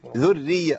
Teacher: قال ومن، أيوة اللي جاية دي بقى هي اللي فيها المشكلة، عندي مشددات ورا بعضيها، ذرية، عندي راء مشددة بالكسر تبقى ايه؟ ذرية مرققة